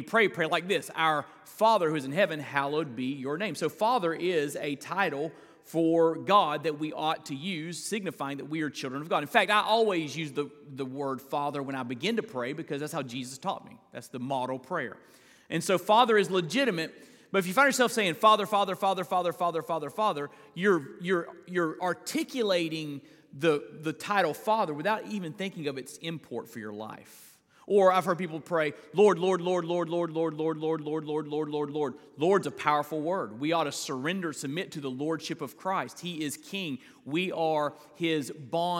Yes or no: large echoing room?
yes